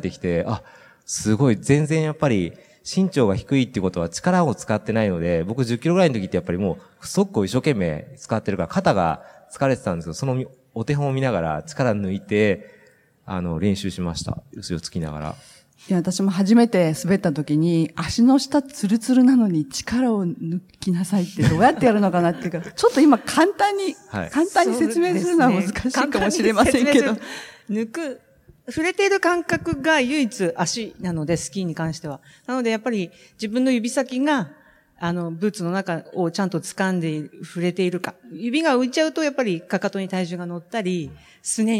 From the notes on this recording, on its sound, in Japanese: 北海道「丘のまち びえい宮様国際スキーマラソン」大会終了後公開収録にて対談をさせていただきました。